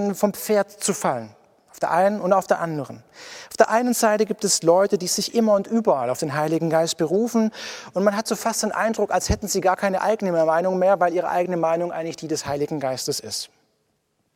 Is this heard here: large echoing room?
yes